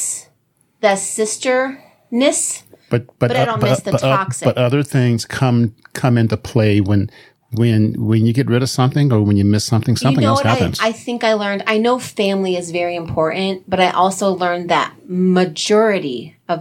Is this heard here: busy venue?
no